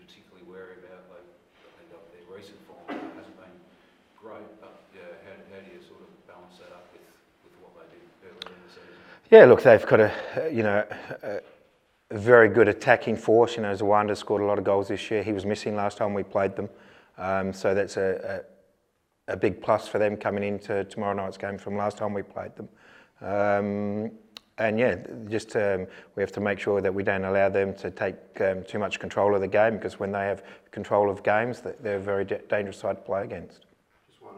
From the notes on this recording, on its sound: Speaks to media at Coopers Stadium.